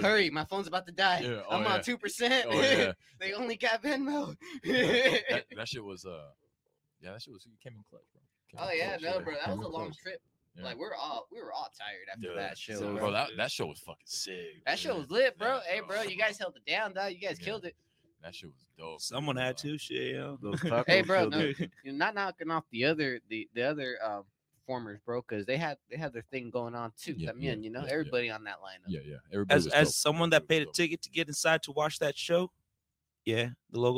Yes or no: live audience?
no